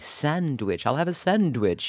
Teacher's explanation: What we have happening here is the simplification of a consonant cluster.